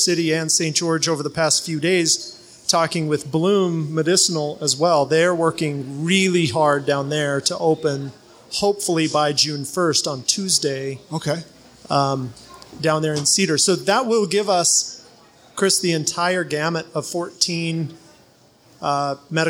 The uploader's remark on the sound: This episode was recorded live at WB's in Ogden, Utah.